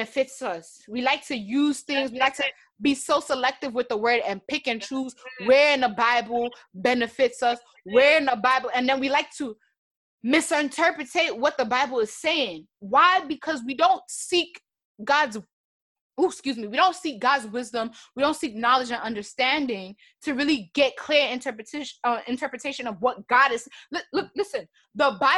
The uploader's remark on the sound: Instead of doing an Insta LIVE discussion I decided to go the route of zoom discussions with my listeners.